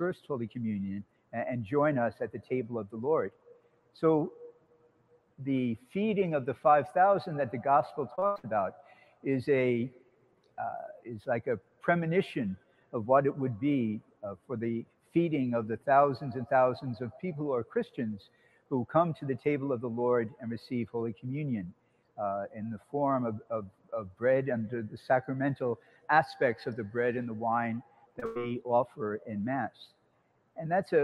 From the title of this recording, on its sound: SAINT PATRICK'S CATHEDRAL Sunday Mass - August 2nd 2020